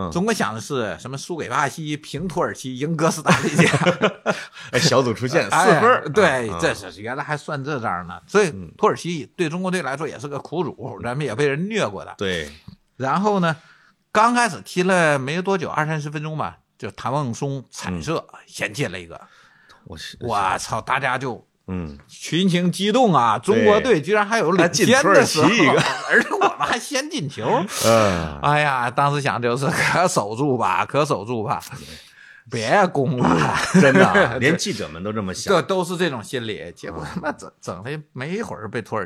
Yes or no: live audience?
no